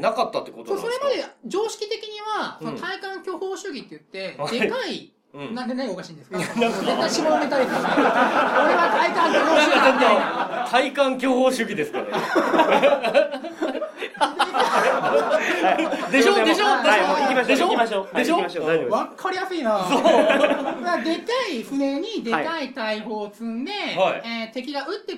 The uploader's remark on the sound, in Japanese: 公開収録。